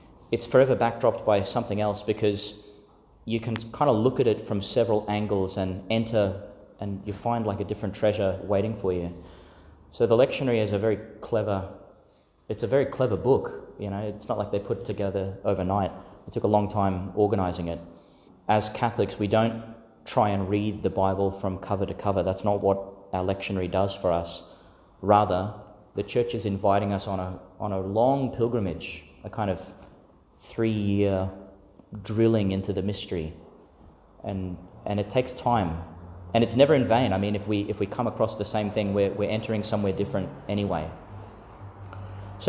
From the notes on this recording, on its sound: delivered in St Agnes Church, Agnes Waters, Qld.